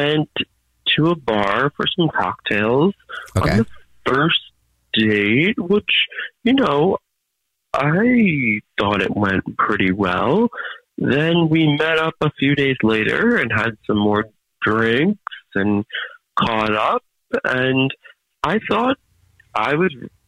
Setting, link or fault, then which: link, phone line